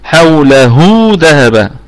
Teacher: ذهب الكلمة كلها مرققة ونقف عليها بوجه واحد بالسكون المحض ونراعي القلقلة الوسطى